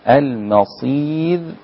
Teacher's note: المصير ميم رقيقة، الصاد بس المفخمة. المصير بعد كده الياء والراء والميم قبلها رقيقة.